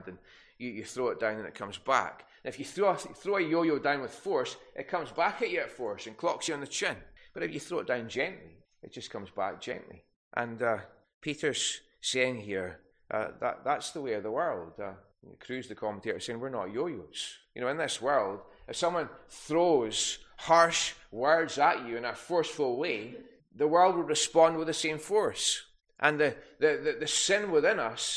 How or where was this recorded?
large echoing room